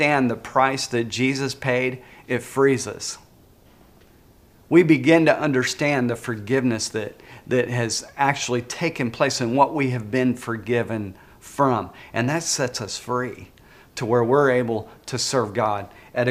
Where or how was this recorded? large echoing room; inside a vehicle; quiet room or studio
large echoing room